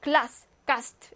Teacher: S는요, 일단은 스, 단어의 끝이나 자음 앞에서는 스예요, 스.